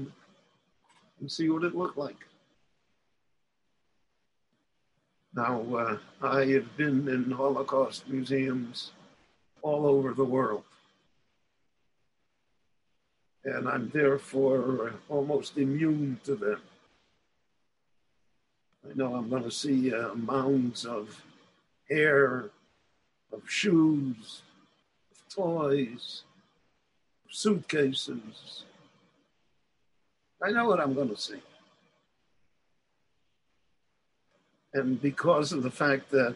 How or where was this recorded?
video call